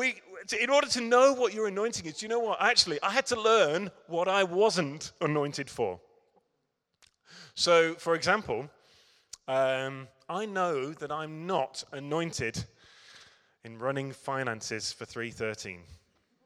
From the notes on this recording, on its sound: Recorded at Middlesbrough Community Church.